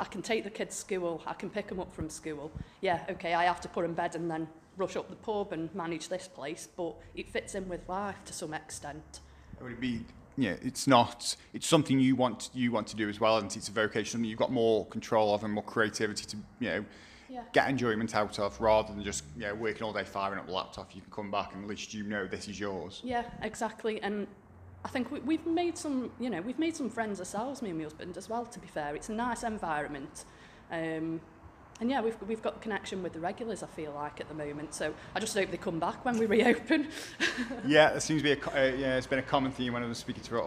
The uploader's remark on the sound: The Potteries Pubcast at Swifty's Micro Pub. We call in for a pint and chat about #community #publife with the owner of Swifty's Micro Pub in Meir.